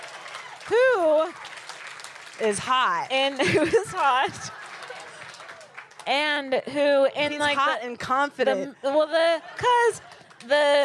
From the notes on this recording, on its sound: On this live episode recorded at San Francisco Sketchfest.